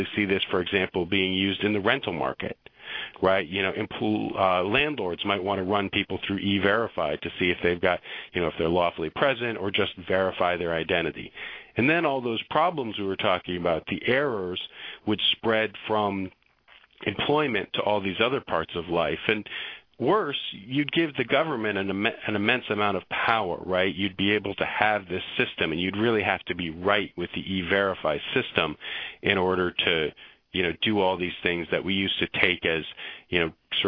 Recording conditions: phone line